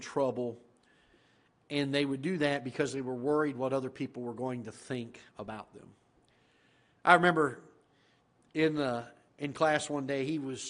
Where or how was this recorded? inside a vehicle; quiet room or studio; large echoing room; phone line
large echoing room